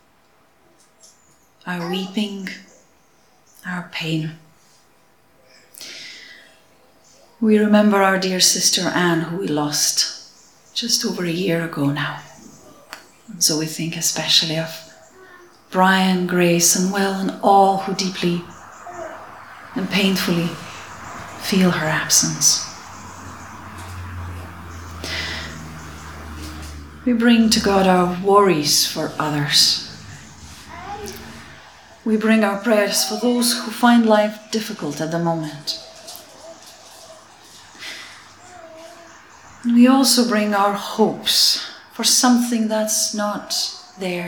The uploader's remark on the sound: Audio podcast of all-age morning service for harvest